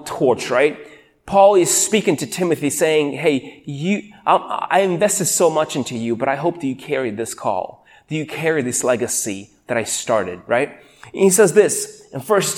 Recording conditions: large echoing room